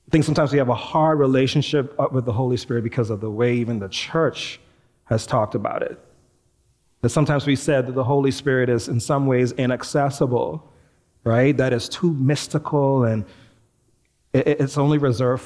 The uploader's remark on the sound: Recorded live at New Providence Community Church